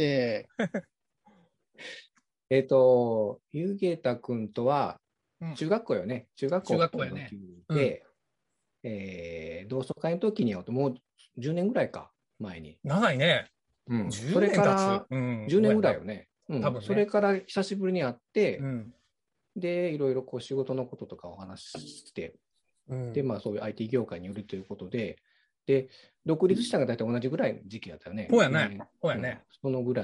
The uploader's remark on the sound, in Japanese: 年末の忘年会をzoomで行った模様をお届けします。